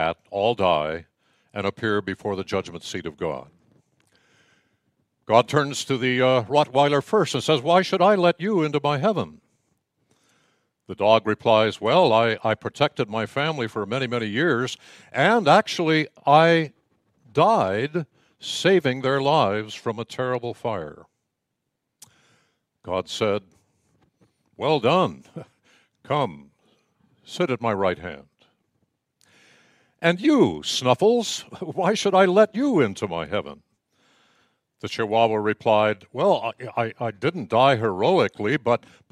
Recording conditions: large echoing room